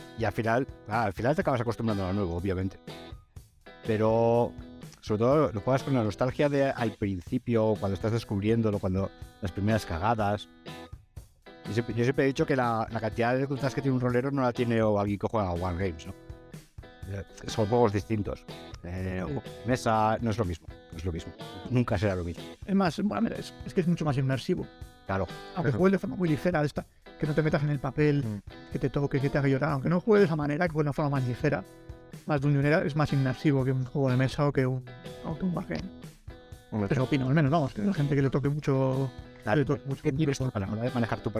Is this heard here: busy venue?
no